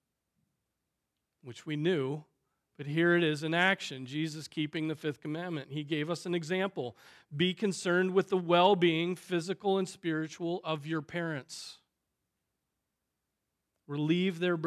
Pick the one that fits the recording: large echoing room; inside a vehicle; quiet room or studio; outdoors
large echoing room